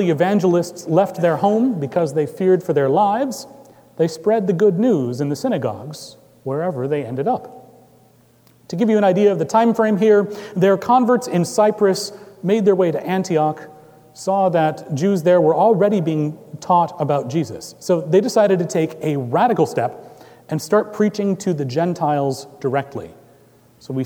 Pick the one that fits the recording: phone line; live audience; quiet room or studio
live audience